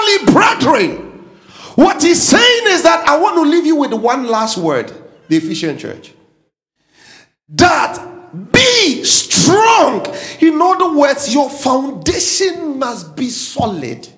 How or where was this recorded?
large echoing room